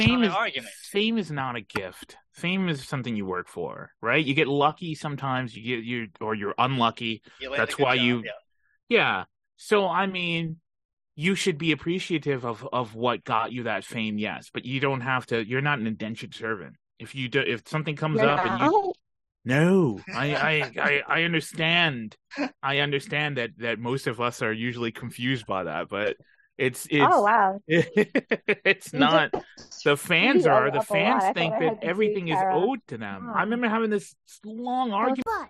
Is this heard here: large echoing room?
no